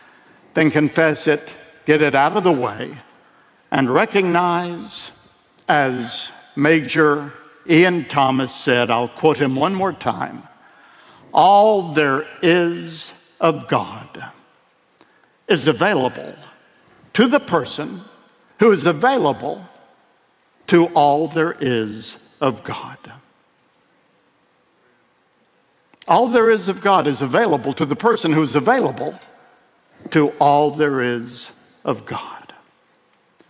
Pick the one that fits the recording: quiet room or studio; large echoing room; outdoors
large echoing room